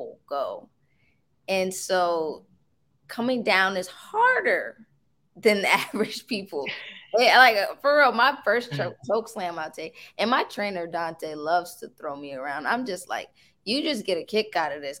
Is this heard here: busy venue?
no